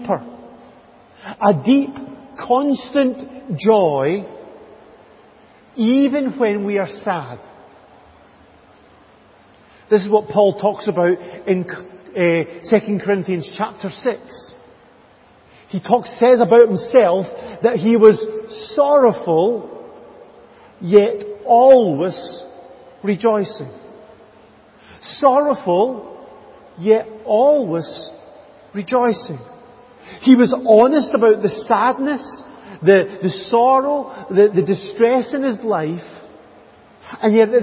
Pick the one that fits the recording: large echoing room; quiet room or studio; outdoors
large echoing room